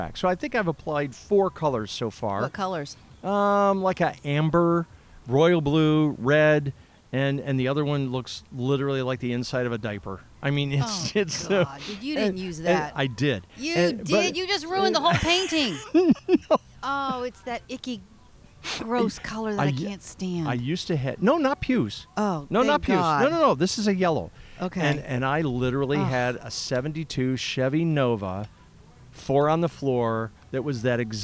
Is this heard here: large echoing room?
no